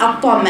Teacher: أراعي تماما إني وأنا بقرأ الحرف اللي هو هذه الهمزة الموصولة وبعدها حرف مفخم زي الطاء زي الظاء أو الطاء، برقق الهمزة ثم بفخم الحرف الذي يليها